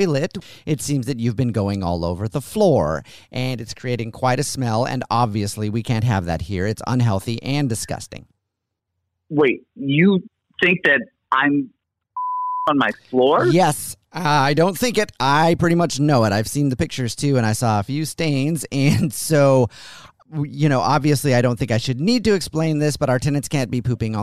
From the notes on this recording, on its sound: phone prank style